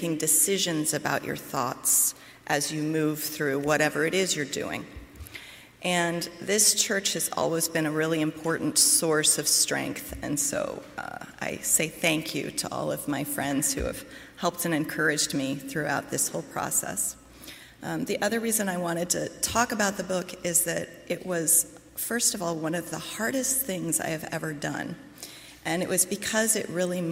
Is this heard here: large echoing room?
yes